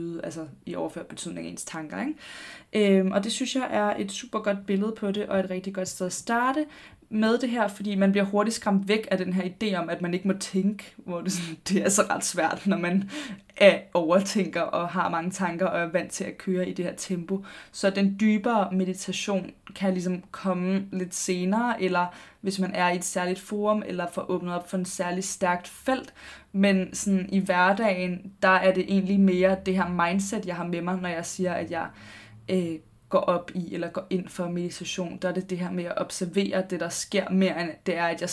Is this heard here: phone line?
no